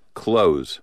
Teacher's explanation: By the Middle Ages, clothes had lost the th sound and was pronounced the way I suspect most of us sense as natural today, clothes.